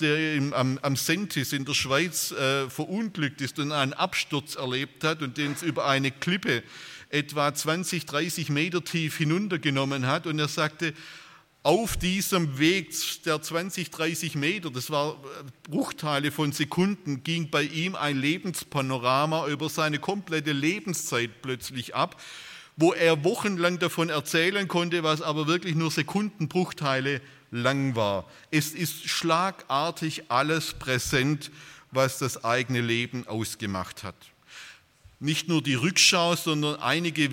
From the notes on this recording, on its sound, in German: Bei einer Veranstaltung der Liebenzeller Mission.